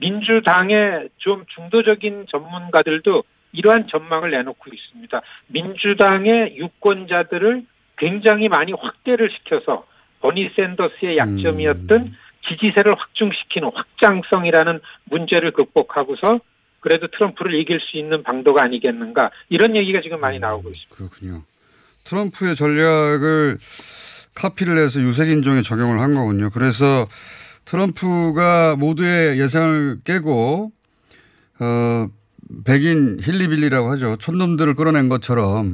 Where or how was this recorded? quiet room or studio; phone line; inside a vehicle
phone line